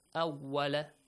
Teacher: Make sure you pronounce the waw as well correctly. It's not va.